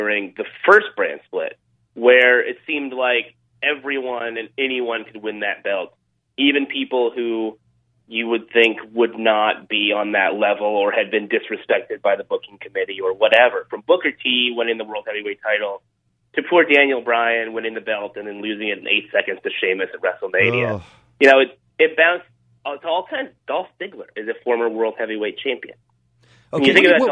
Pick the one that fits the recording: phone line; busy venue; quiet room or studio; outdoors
phone line